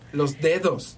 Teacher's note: el serrano te dice los dedos, bien marcado con los dientes